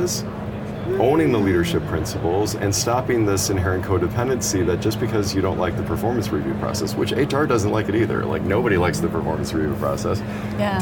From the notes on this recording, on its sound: studio on the road (again) to the 2023 HR Technology Conference & Exposition , held October 10–13 in Las Vegas